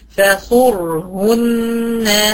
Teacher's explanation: فصرهن راء ساكنه وقبلها صاد مضمومه يبقى تفخم